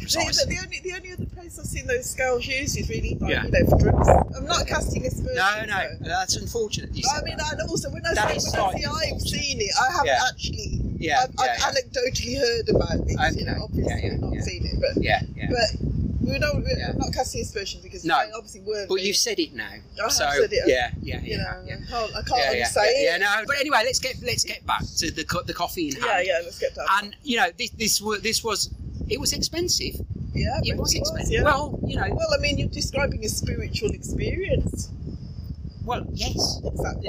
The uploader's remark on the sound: I'm still waiting for my better microphones so sorry about the sound!